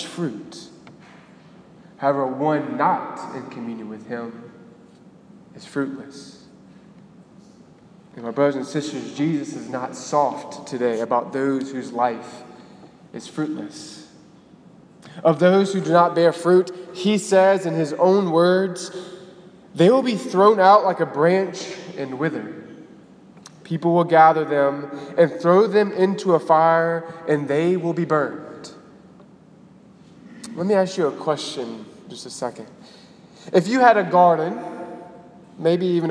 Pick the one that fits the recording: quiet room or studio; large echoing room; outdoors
large echoing room